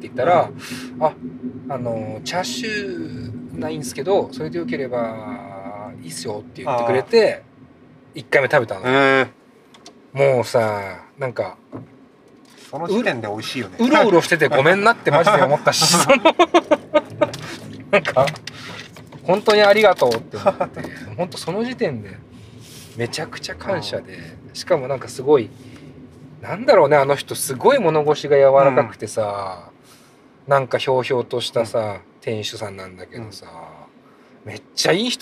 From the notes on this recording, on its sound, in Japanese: 今回は彼とラーメンを食べに行く道中、ドライブでの会話を収録しました。